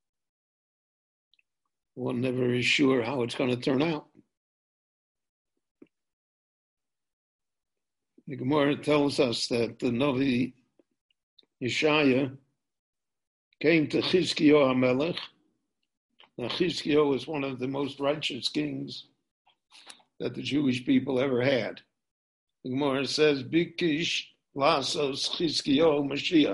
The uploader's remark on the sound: recorded LIVE via Zoom in Jerusalem on August 2, 2020